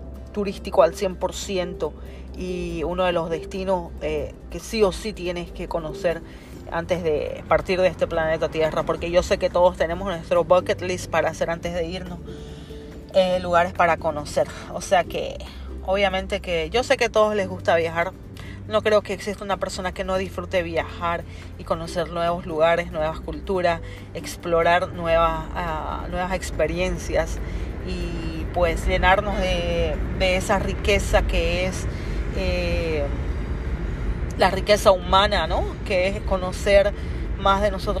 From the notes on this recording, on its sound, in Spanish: desde la ruidosa ciudad de Nueva York te hablo